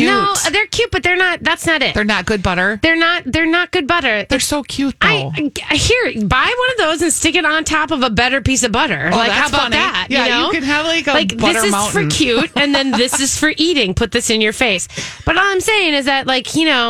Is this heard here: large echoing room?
no